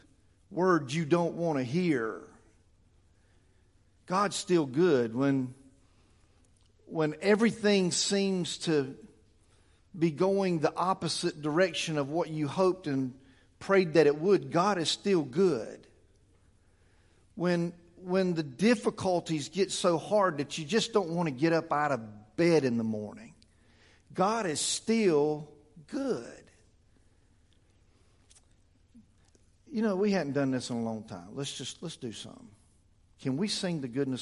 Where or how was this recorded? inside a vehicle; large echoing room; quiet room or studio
large echoing room